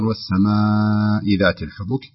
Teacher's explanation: هذا مد متصل يمد مقدار 4 حركات ولا يقل عن 4 حركات